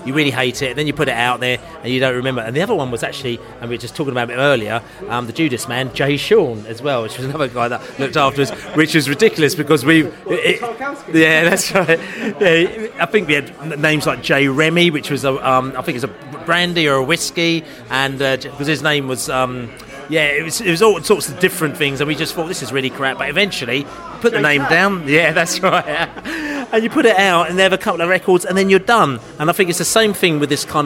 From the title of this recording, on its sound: Barnsley pre-match podcast from the pub